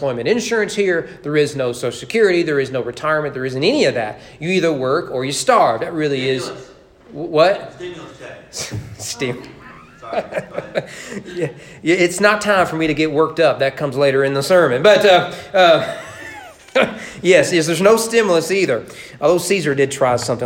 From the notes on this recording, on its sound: Sermon preached at East Frankfort Baptist Church